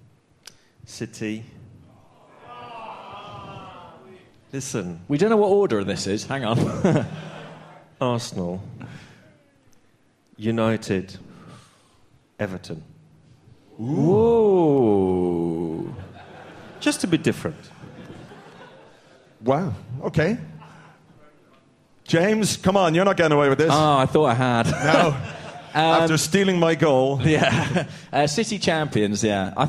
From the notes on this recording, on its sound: Live from The Garage. This week's Arsecast Extra was recorded last night at The Garage Highbury & Islington. A live audience.